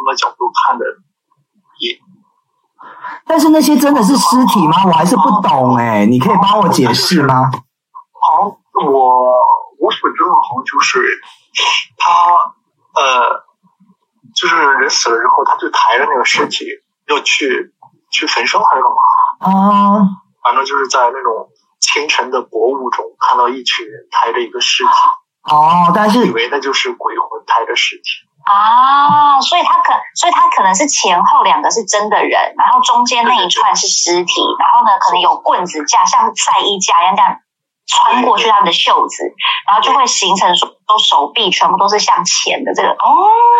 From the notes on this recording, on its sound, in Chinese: 遠段錄音 ,音質請見諒。在車庫錄音。